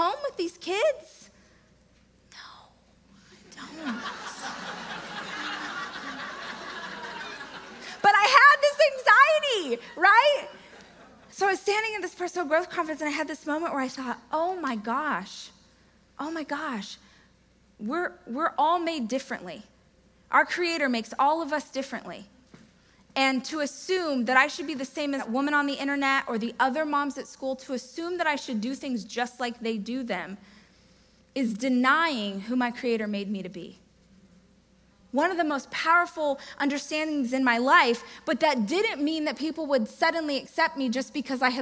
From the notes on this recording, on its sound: This excerpt is taken from my keynote speech. Amazing event Experts Academy.